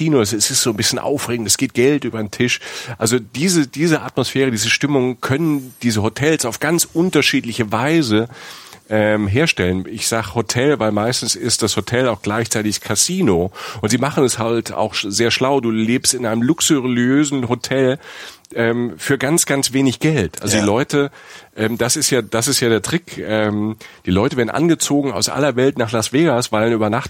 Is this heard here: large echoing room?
no